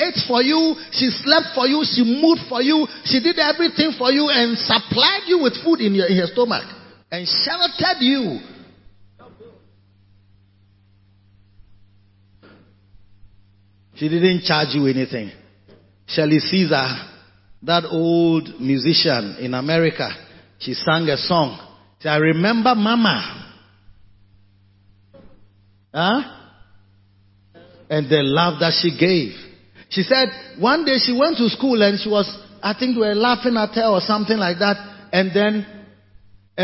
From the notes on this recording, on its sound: Preached at the Christmas Day Service - Makarios Cathedral, HQ. Preached at the Christmas Day Service - Makarios Cathedral, HQ.